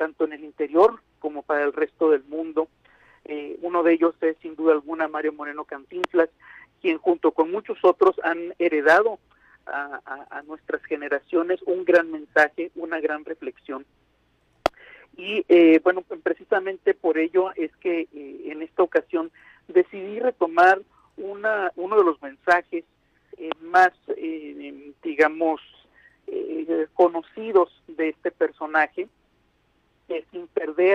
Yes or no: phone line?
yes